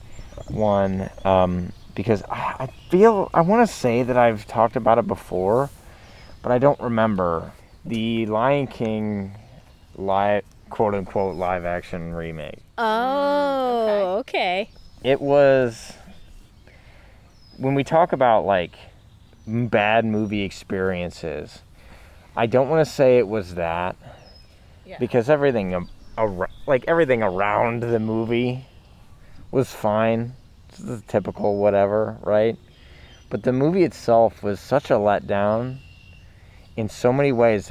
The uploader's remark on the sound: We left the studio to record in the Ohio wilderness, so please enjoy the soothing sounds of birds (and airplanes